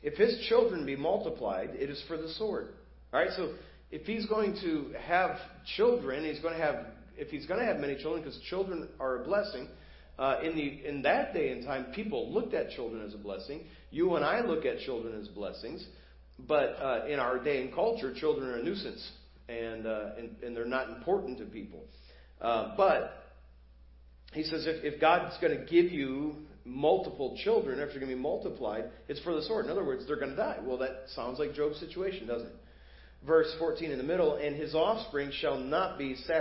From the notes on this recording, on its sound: Preached at First Baptist Church of Hazel Park